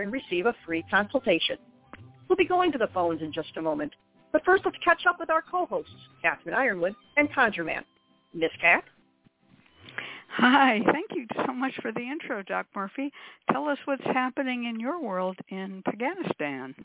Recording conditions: phone line